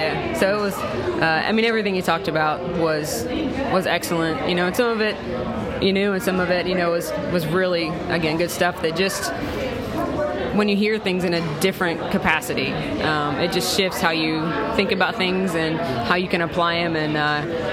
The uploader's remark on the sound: Live-ish! from That Church Conference! Yep, it's That Church Conference in Atlanta and I thought I'd capture audio clips of people's biggest takeaways from the sessions.